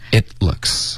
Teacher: 结尾的停顿要干脆，OK，所以你舌尖顶上颚，然后就停顿了。